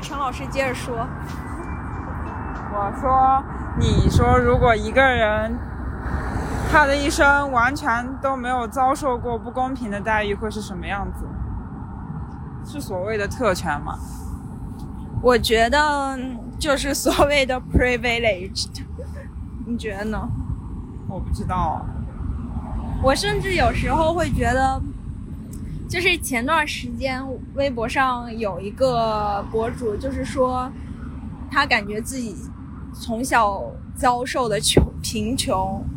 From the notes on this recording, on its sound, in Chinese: 因为是散步录音，所以过程中会有一些环境杂音